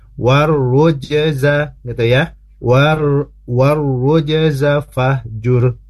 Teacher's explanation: Ditasdidkan ke huruf ro, tapi jangan sampai terpeleset karena setelah ro itu ada jim yang disukunkan, harus dipantulkan.